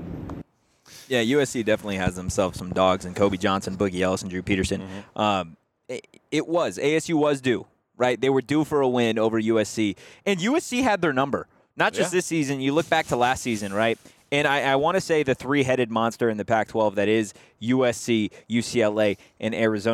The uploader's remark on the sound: live from T-Mobile Arena in Las Vegas